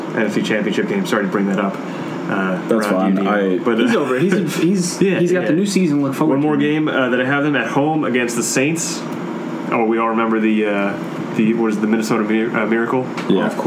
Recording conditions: background noise